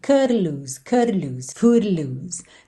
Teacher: Não colocou uma vogal, curry, mas chegou a fazer assim uma vibraçãozinha da língua no céu da boca